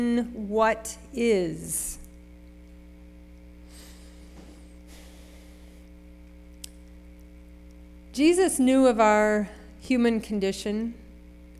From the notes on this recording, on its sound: Sermon preached at RCHP on March 12, 2023.